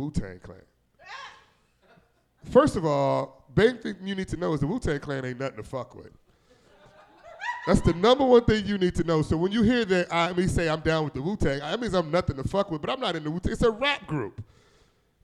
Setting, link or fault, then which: setting, live audience